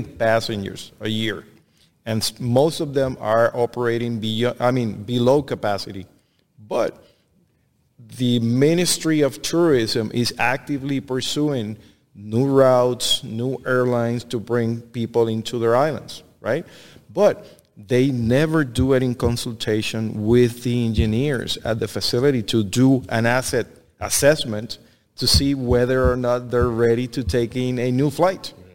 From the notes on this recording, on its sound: Industrial Talk is onsite at Hexagon LIVE. Hexagon live is a big event.